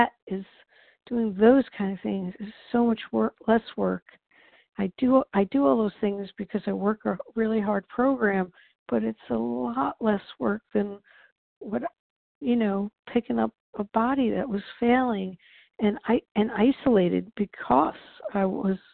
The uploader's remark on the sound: 100 Pounders Phone Meeting